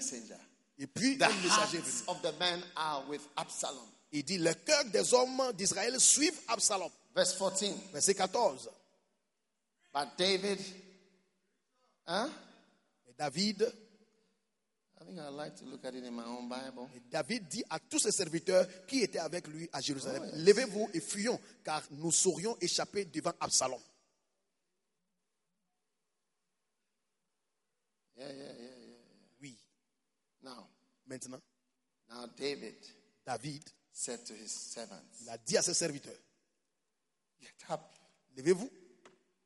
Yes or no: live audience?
yes